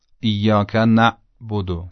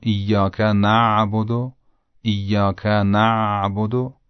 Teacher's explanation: پس وجه تمایز عین و همزه این هستش که عین به خصوص وقتی که ساکن باشه قدری قابل امتداد و کشش هست و با نرمی تلفظ میشه، اما همزه این حالت رو نداره. · Shown in: second take · صدا در حالت ساکن بودنش قطع میشه و دوباره شنیده میشه.